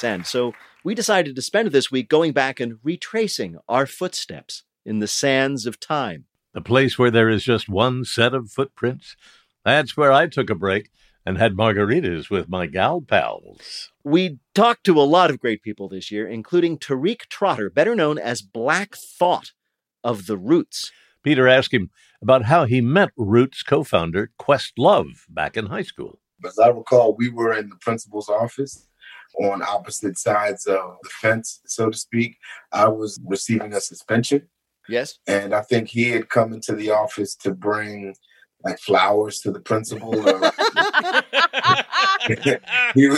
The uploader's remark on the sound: from our live performace in Philadelphia last August